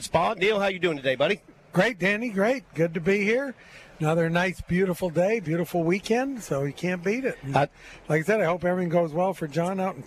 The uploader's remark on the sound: LIVE at Terry Thompson Chevrolet!